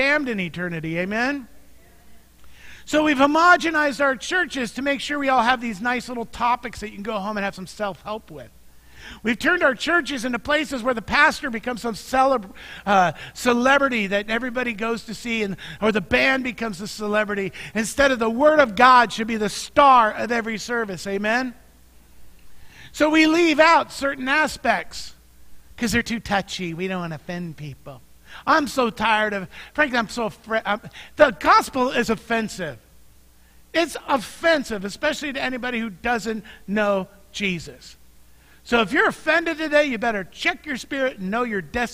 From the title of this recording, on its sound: Mt. Zion Church Live!